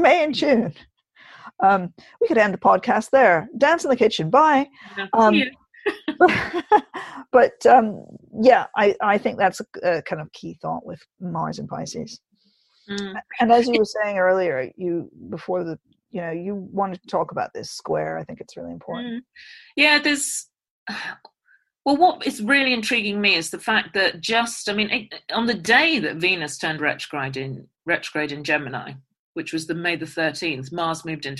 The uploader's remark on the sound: Naturally, we're both in lockdown still, so this was recorded over Zoom.